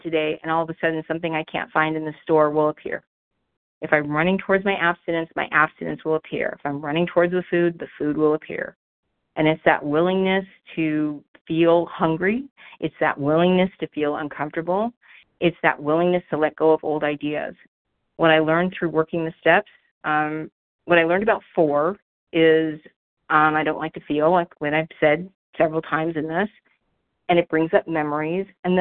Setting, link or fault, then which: link, phone line